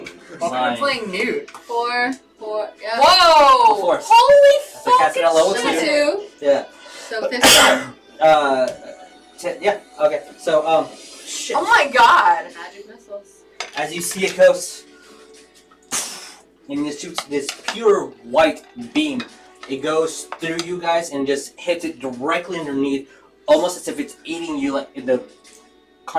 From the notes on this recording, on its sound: Sorry for the audio issues.